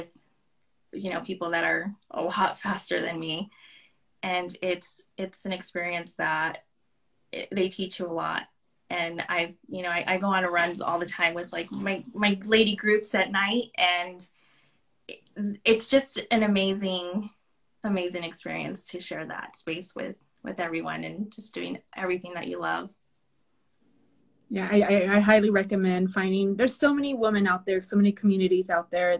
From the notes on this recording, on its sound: In this IG Live